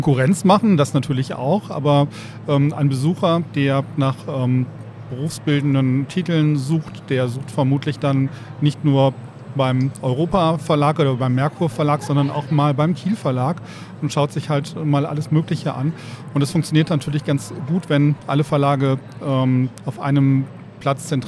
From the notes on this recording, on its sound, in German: Weiter geht’s live von der didacta.